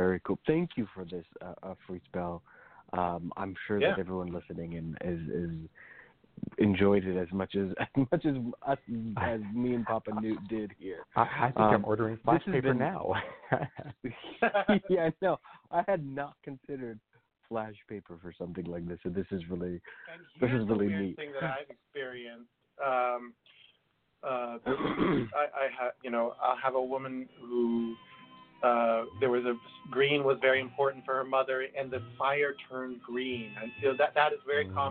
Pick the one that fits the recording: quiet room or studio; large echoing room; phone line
phone line